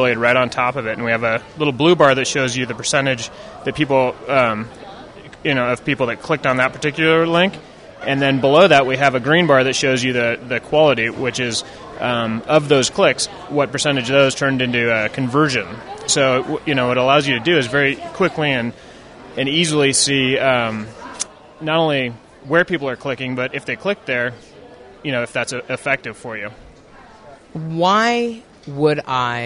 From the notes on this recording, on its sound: Many of the booths at SES were hosted by members of the metrics tracking profession. Passing through the Hilton lobby.